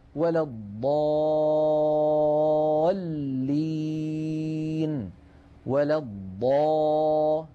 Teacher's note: ونحن نعلم يا إخوة أن الحرف المشدد حقيقته حرفان، حرف ساكن وبعده حرف متحرك. يعني اللام في كلمة الضالين هي لامان في الحقيقة، لام ساكنة وبعدها لام مكسورة. فالألف في قوله تعالى ولا الضا جاءت بعدها اللام الساكنة، إذا تحقق الشرط. · Term: لام مشددة